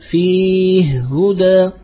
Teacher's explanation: فمثلا كما ذكرتم فيه هدى فيدغم يسكن الهاء الأولى ثم يدغم · Term: المثلين